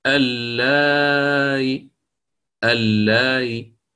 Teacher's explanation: التسهيل في وجهين: عندما تريد أن تسهل اللائي، فعندك الآن الوقف، لا تقف على ساكن، ستقف بالروم، ستروم الحركة، هي مكسورة يجوز فيها الروم، فلك التسهيل بالروم مع التوسط أو القصر